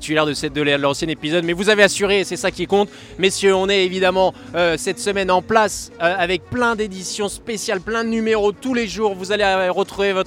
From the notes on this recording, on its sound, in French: C 'est parti pour le dernier Masters 1000 de l'année à Paris. En direct des tribunes du court central.